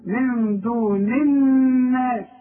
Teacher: النون اللي قبل الناس مكسورة وعند النون بتاعت الناس مشددة يبقى دي بدون غنة والتانية غنة